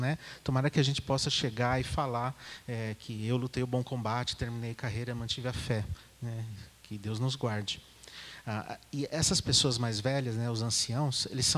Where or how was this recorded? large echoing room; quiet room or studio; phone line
large echoing room